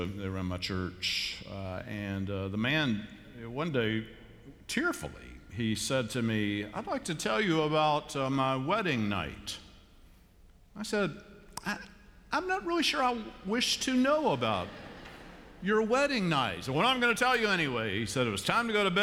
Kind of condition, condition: setting, large echoing room